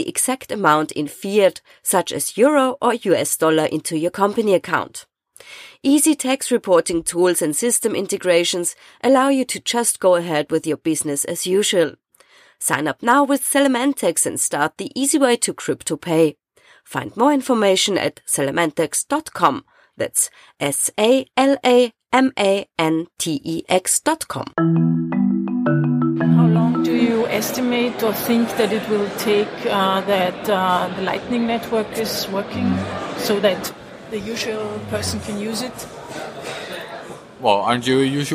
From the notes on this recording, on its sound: Recorded at the Israel Bitcoin Summit in January 2019.